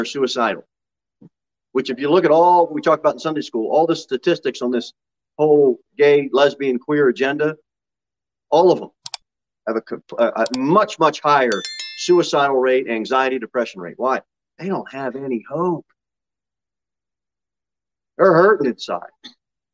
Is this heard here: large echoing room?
yes